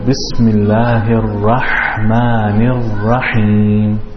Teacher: The ha, it has more air in it, and it's pronounced from the middle of the throat. And for example, when you pronounce the letter ha, you have to make sure that you put more air to come out.